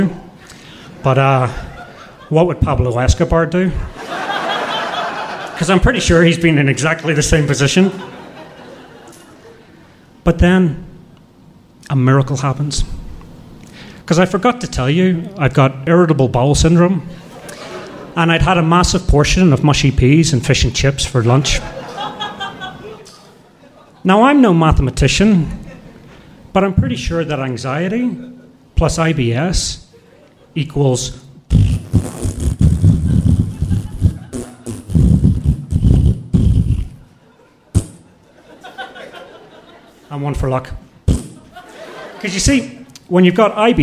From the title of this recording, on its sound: Live From Salt Lake